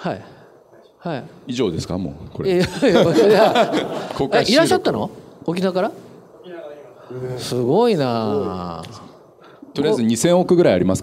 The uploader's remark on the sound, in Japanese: 大阪公開収録